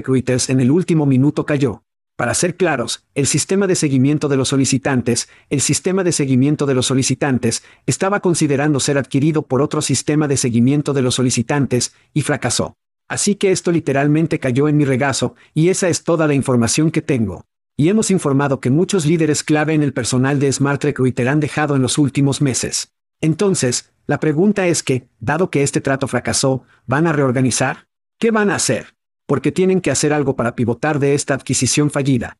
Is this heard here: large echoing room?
no